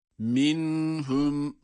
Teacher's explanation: Minhum, nun harfinin cezimle ama açıktan sesinin duyurularak okunması. · Term: izhar